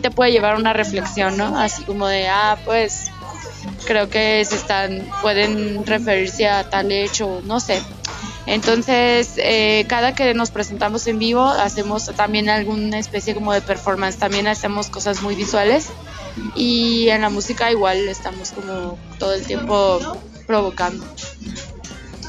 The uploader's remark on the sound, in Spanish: Un charla de cafeteria